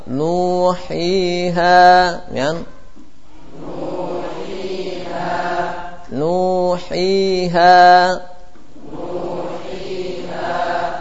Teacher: Al-jawf hanya rongga mulut. Keluar 3 mad, yaitu a, i, u atau nu, hi, ha.